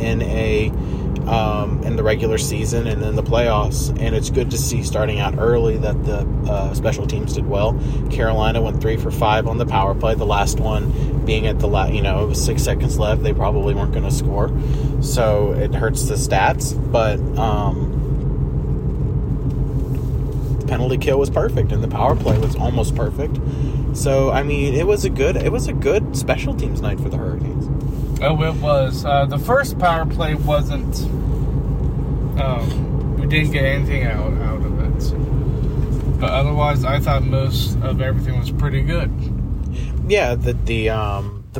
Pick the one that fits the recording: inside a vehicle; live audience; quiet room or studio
inside a vehicle